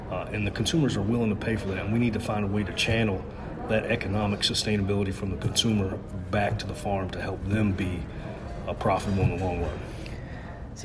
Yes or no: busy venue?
yes